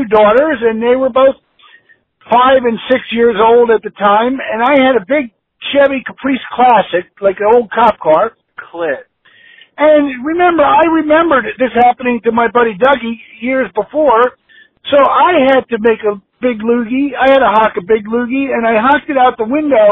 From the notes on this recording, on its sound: Phone calls from listeners. Prank UFO calls and listener phone messages.